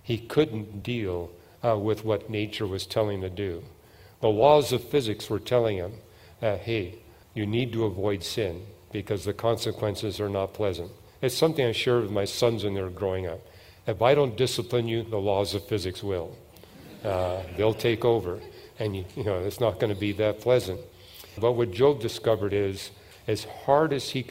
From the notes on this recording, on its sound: At the 2023 Evidence and Answers conference